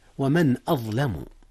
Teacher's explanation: أظهرت النون قبل الهمزة، إذ الهمزة من أحرف الحلق ومن أحرف الإظهار